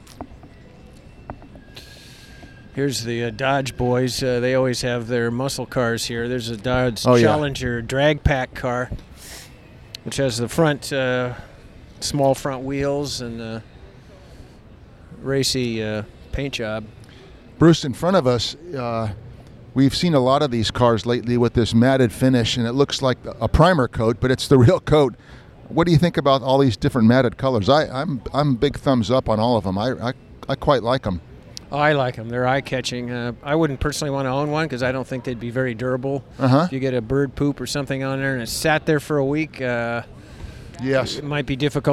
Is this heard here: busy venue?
yes